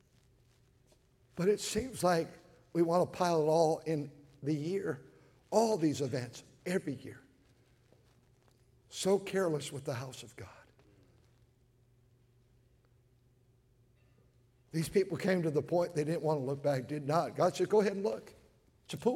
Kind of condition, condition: setting, large echoing room